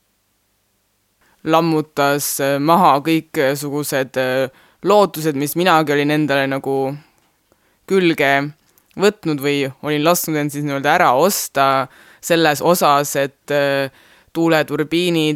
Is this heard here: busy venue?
no